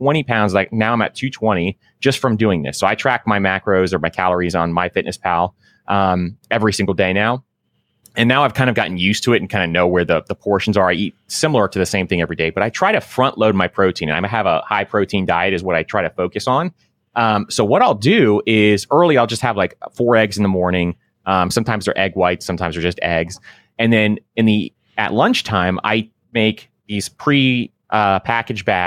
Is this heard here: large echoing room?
no